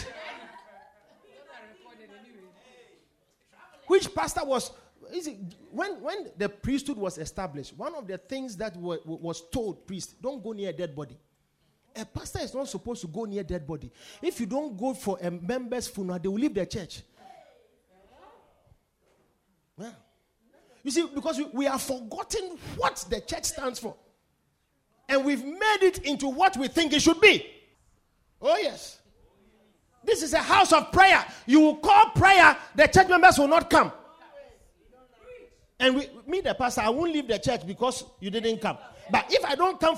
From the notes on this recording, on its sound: Preached at the Victory Secrets Service